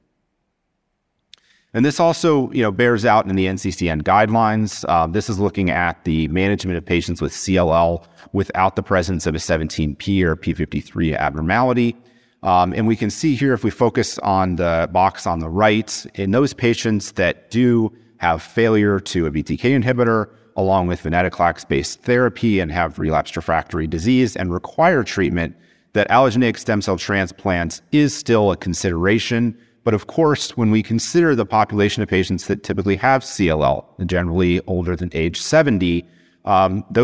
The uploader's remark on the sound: “Clinical Consults” event recorded at the 2023 Tandem Meetings.